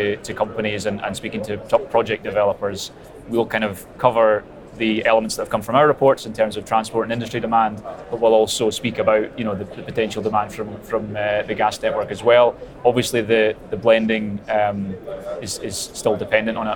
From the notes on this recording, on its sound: The Energy Voice team are at the All-Energy conference this week, the UK’s largest renewable and low-carbon energy exhibition and conference. Dropped by the Energy Voice stand to take part in a live podcast on day two of the All-Energy conference in Glasgow.